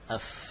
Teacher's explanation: Dari bibir bawah, bagian dalam dengan gigi seri atas. · Term: huruf fa